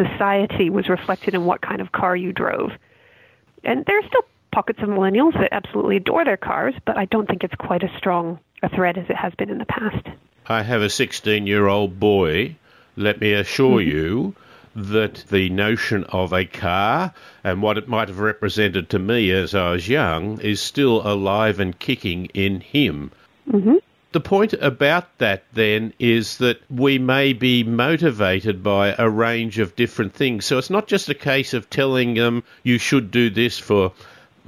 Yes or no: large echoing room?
no